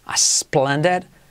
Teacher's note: Junta la A con la S